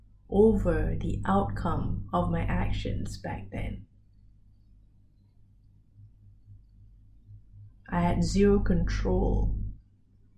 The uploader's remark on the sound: I recorded this episode without my mic—completely unplugged!